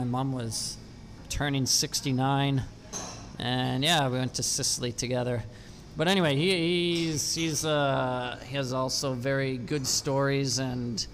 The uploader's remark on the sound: Live from a table in a busy coffee place in the center of Valencia